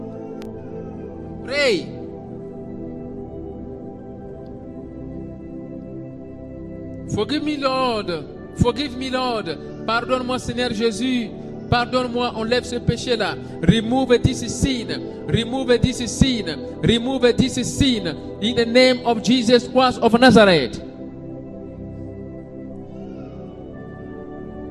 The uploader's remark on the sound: SUNDAY LIVE SERVICE